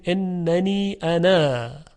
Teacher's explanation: در وقف الف این کلمه خونده میشه، یعنی میگوییم اننی انا الله.